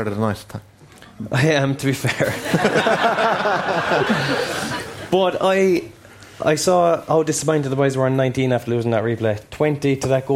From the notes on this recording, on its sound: TFP LIVE in Dublin. Live from Kilmacud Crokes GAA Club.